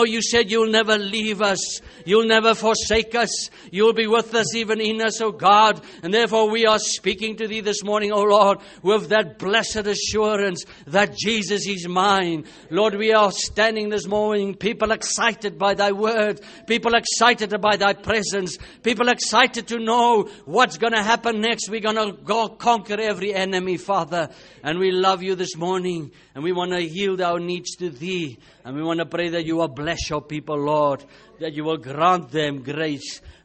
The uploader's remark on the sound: Preached At The Country Tabernacle